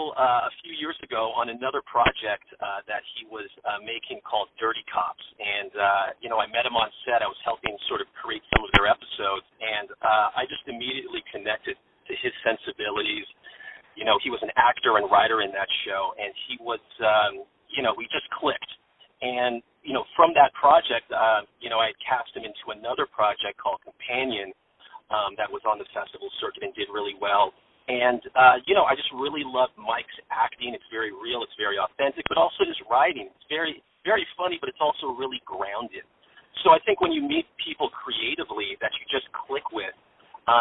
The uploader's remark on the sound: On the phone